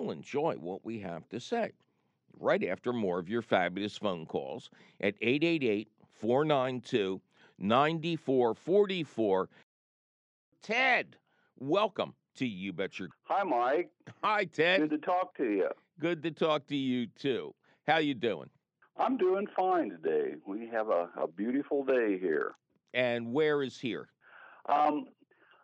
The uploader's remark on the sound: your fabulous phone calls!